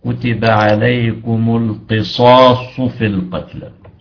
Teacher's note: سأعيد قراءة هذا وانتبهوا، الصاد القصاص فيها صادين، صاد بعدها ألف، وصاد بعد واللي بعدها مضمومة. الصاد اللي بعد ألف أعلى درجات التفخيم، والصاد اللي في النهاية مضمومة